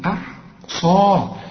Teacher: الصاد والمد بتاعها هم المفخمين، وعندك بعد الصاد الألف عشان تمد ألف كاملة مكتوبة بدون · هنرقق الهمزة وهنرقق الحاء زي ما تقول أحمد